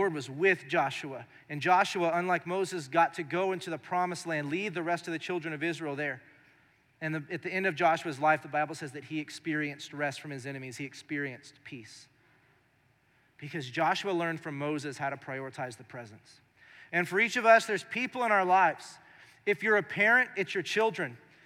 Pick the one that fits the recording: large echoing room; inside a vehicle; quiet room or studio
large echoing room